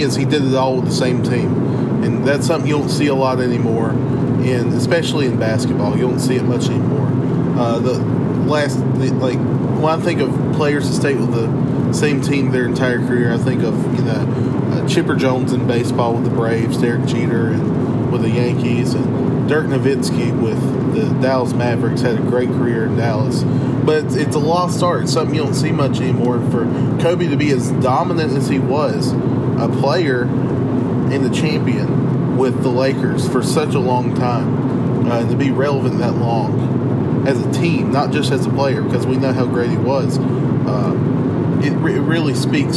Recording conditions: inside a vehicle